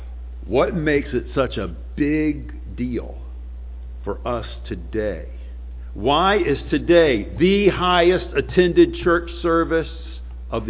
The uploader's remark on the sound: Sunday morning sermon